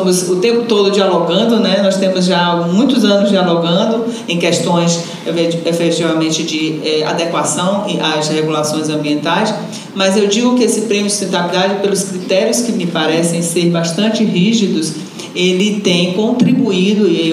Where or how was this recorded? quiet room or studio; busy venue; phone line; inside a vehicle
busy venue